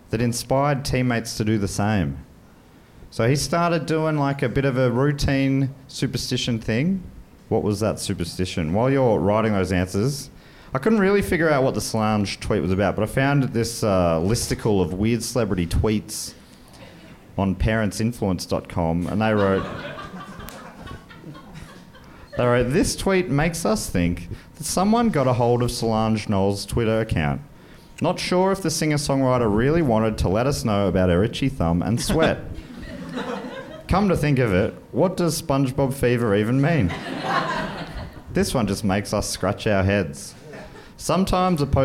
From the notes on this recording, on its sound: Recorded live at the HiFi Club in Leeds, UK!